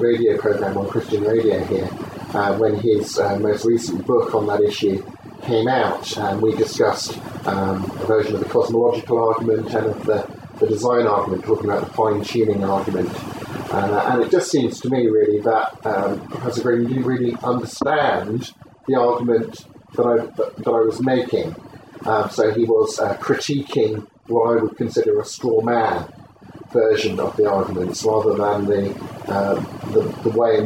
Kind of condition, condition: fault, poor microphone